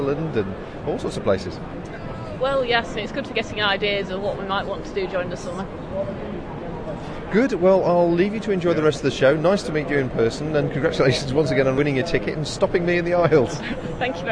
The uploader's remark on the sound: Back from 2008 OS Outdoors Show at the NEC we sample some of the atmosphere and bring you the finalists from the Alpkit Colab competition plus comments from several folks who visited the show. Give our round up thoughts at the conclusion of the event.